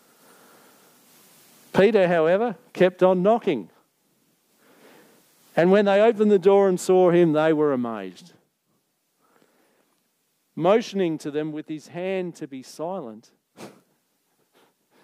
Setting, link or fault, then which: setting, live audience